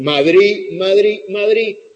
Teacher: esa D en posición implosiva se relaja, se debilita aún más. Y para que Madrid rime con chotis, llega a desaparecer en un habla así castizo. · Term: debilitamiento